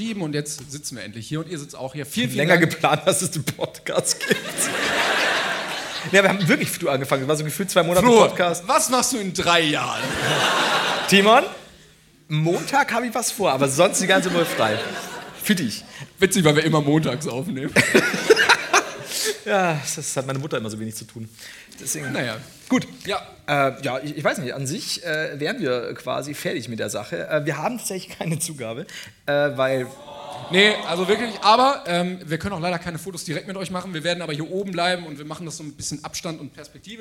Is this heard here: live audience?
yes